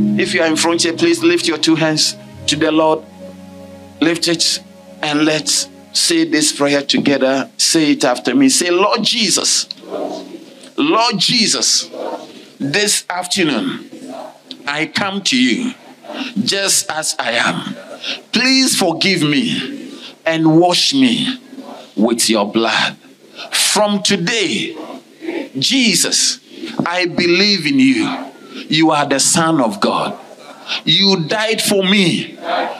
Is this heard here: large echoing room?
yes